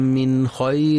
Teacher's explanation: ينتبه القارئ للإظهار الحلقي للنون الساكنة بعدها الخاء في من خير، فلا يقرأ من خير بالإخفاء.